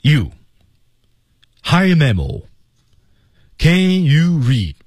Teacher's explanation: 由于每个字都重读了，所以它没什么节奏